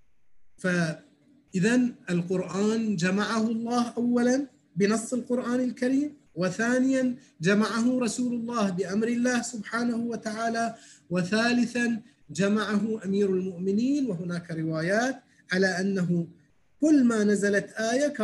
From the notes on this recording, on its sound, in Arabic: و يتم تسجيلها كل ليلة أربعاء على برنامج الزوم